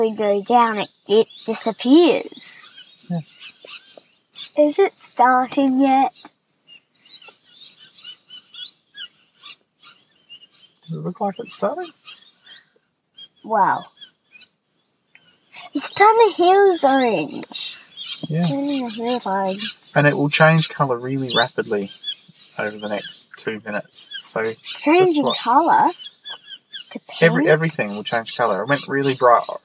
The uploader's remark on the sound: The sound isn't great because we're sitting in Daddy's car, and the birds get very loud about half way in.